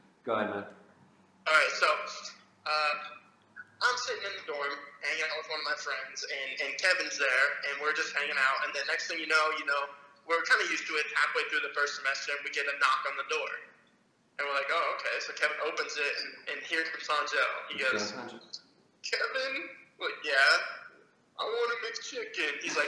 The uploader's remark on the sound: we had to call him on the phone and put it on speaker